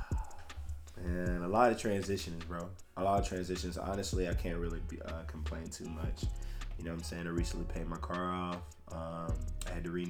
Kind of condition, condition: fault, uneven or low level